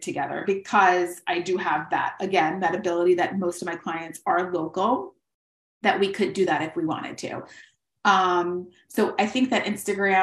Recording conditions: video call